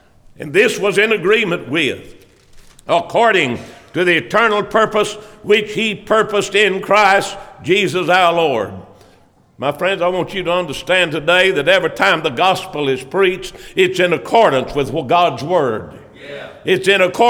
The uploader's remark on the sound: preached on 5/27/2023 at the Constitution Service for Blooming Grove Primitive Baptist Church